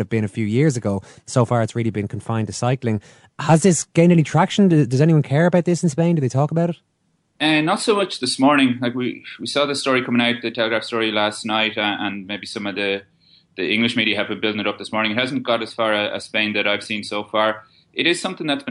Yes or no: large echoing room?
no